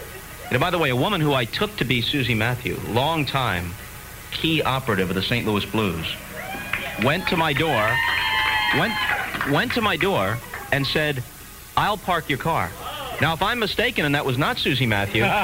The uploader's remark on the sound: Signed off for the last time on KMOX. A live broadcast at the Summit Restaurant in downtown St.